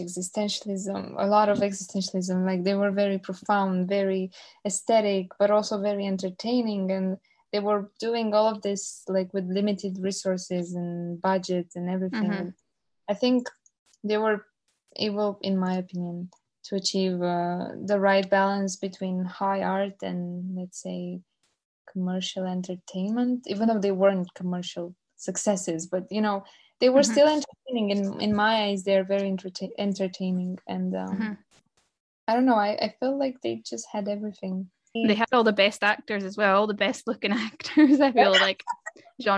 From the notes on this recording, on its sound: This interview was recorded on Zoom therefore apologies in advance for any glitches in the sound quality/editing. Sorry not sorry for the appearance (audibly at least!).